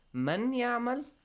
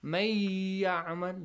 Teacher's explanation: So when you merge them, the Noon with Ya changes, the sound Noon changes to Ya · Shown in: second take · Term: idgham